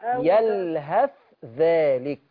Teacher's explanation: لما تيجي تظهري الثاء طلعي عليها هوا، أو تتركه يلهث ذلك، طلعي هوا على الثاء، يلهث ذلك.